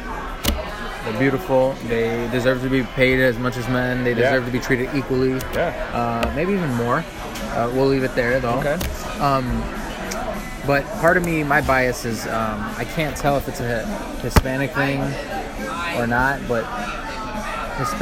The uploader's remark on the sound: live from Pub 819 in Hopkins